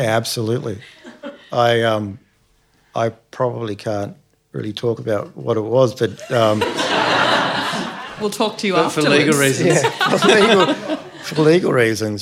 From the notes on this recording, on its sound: Part 2 of our live panel.